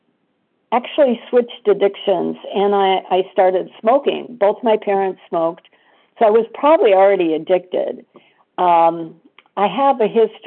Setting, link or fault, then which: link, phone line